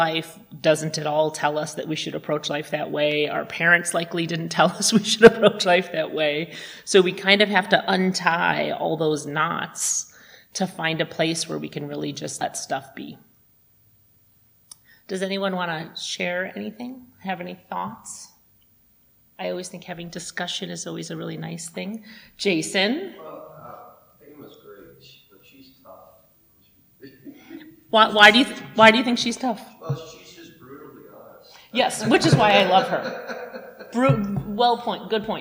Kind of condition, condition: setting, large echoing room